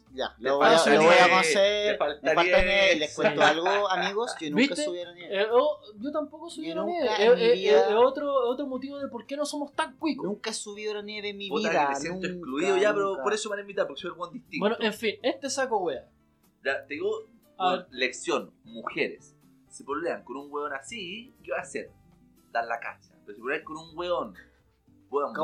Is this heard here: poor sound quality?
yes